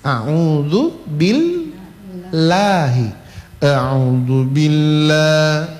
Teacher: kalau ada harokah kasro, maka lafaz jalalah, lafdul jalalah itu dibaca tipis. · Term: tarkik